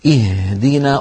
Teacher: الهاء حرف مفتوح مهموس، فلما ننطقه يستهلك كمية كبيرة من الهواء